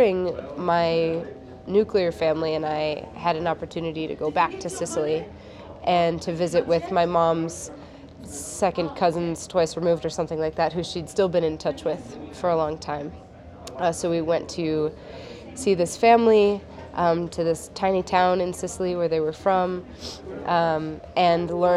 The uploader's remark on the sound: This story was recorded during our Seed Story Workshop at the Mountain West Seed Summit.